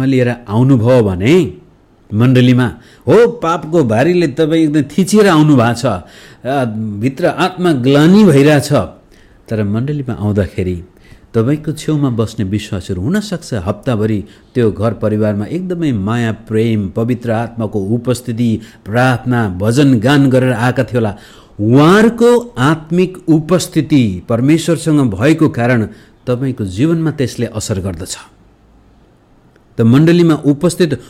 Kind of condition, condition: setting, large echoing room